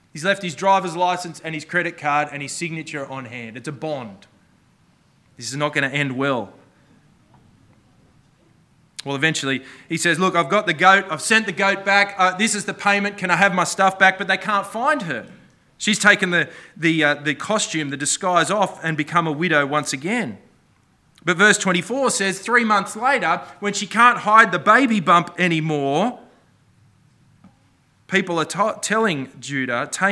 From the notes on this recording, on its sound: This sermon was preached on the 21st May 2023 at all services of Helensburgh and Stanwell Park Anglican Church.